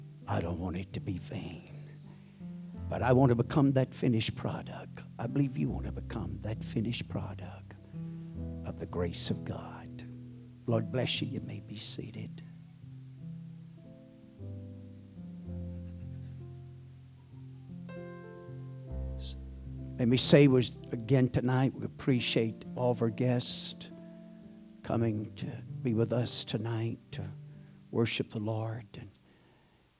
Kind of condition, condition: setting, large echoing room